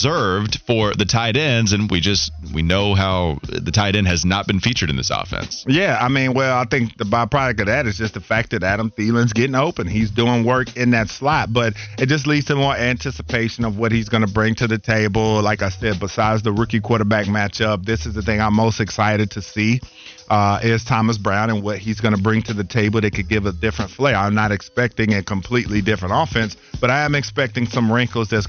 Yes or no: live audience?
no